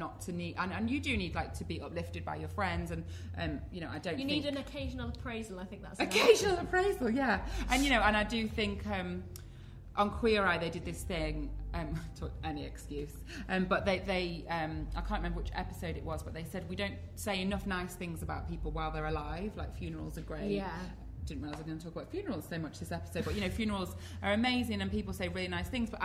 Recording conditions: live audience